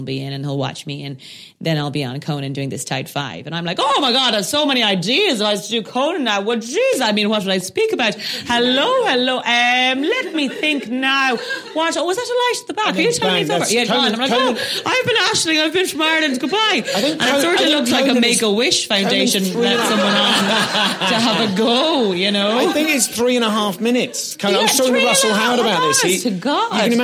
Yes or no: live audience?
yes